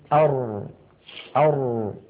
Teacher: تجد بأن الصوت لم يجري جريان أش أو أس ولكنه لم ينحبس انحباس أق أو أب